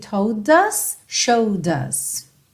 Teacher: o D é tanto do told quanto do showed, junta no us com o próprio som do D